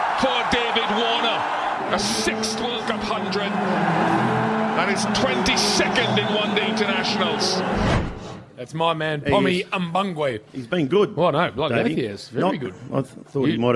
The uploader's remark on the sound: Live from the Lower Plenty Hotel. A live broadcast from the Lower Plenty Hotel.